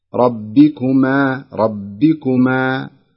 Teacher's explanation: لابد ترققين الميم والألف، ربكما ربكما